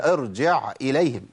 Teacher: الهمزة حرف فيه شدة وفيه جهر، انقطاع صوت ونفس، خد بالك ما توصلش العين إلى الهمزة، ما قولش ارجع إليهم، ارجع إليهم، ارجع إليهم، هي ارجع إليهم، جع.